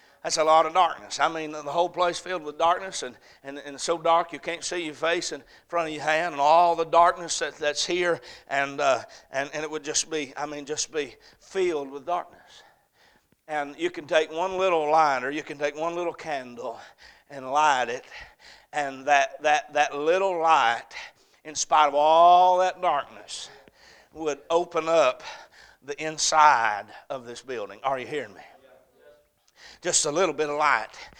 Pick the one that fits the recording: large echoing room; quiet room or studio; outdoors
large echoing room